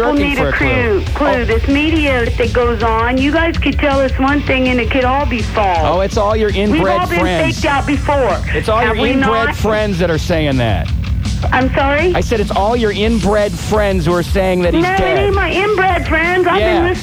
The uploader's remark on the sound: These are a series of phone calls I received while working at 99-7 The Blitz In Columbus, Ohio.